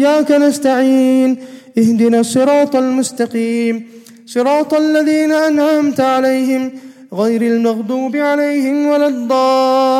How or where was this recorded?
large echoing room